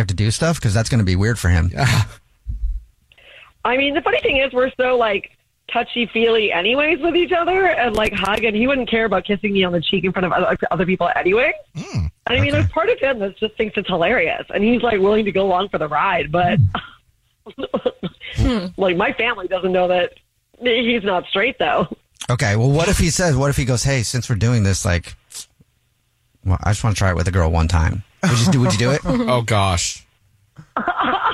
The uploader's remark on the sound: One of our listeners is on the phone